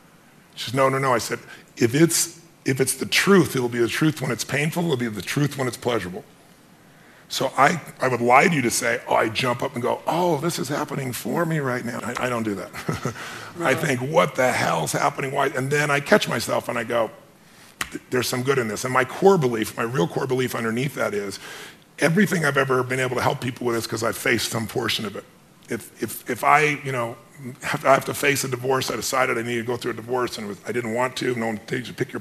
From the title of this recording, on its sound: Special Podcast, Live From The Genius Network